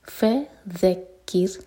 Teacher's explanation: ذال کے لیے زبان اوپر والے دانت پر ٹچ کرے گی، تھوڑی سی ٹپ باہر ہوگی